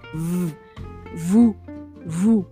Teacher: Se pronuncia soplando aire entre los dientes superiores y el labio inferior.